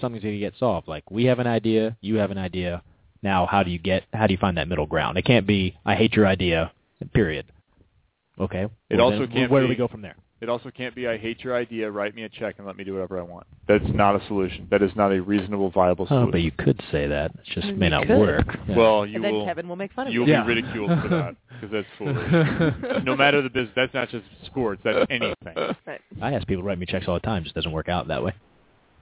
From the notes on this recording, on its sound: called in from Russia